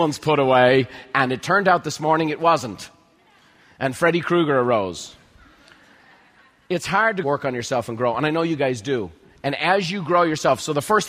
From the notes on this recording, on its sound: recorded at MasterMind Summit® in San Diego